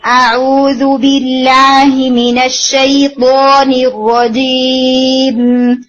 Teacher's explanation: अब मैंने वो ओपनिंग बिल्कुल बंद की है, आऊजू बिल्लाहि मिनश्शैतानिर्रजीम, मीम के वक्त मैंने वो ओपनिंग ओपन कर दी और वो फिर साउंड जो है वो आपकी ट्रेवल कर दी नाक में